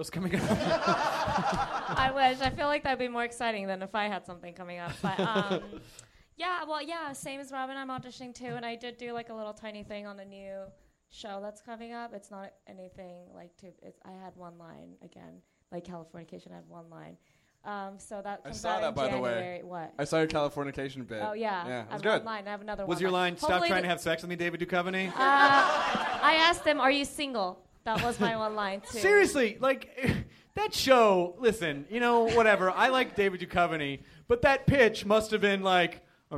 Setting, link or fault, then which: setting, live audience